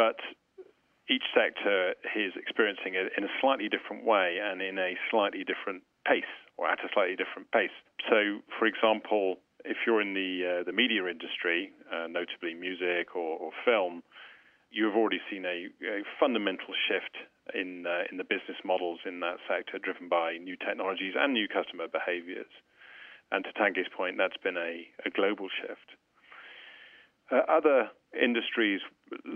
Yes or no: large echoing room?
no